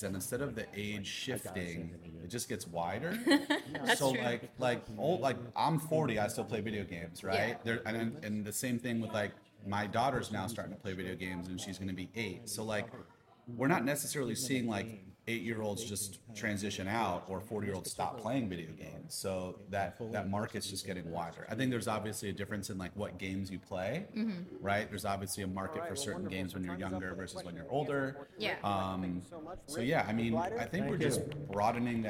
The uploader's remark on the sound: Hosted LIVE from the EsportsNext 2023 conference.